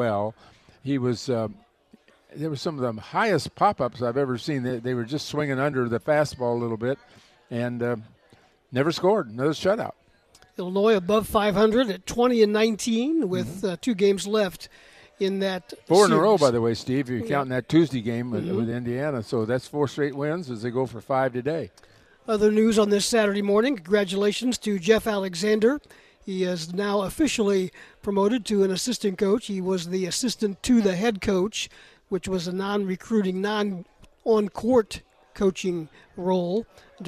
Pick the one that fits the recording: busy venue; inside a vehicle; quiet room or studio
busy venue